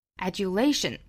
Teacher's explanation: Adulation 这个单词注意重读在 late 这个位置